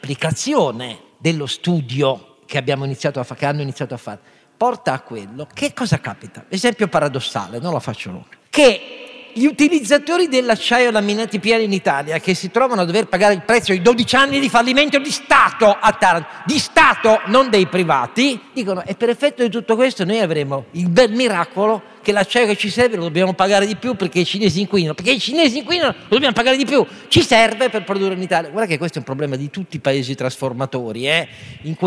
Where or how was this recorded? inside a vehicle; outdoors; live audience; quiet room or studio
live audience